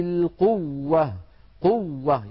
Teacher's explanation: قوة هنا الواو مطها القارئ، والمط مد، وهذه الواو لا تمد لأن التشديد والمد لا يجتمعان، إن كانت الواو مشددة فلا مد، وإن كانت الواو ممدودة فلا إدغام. · Term: النبر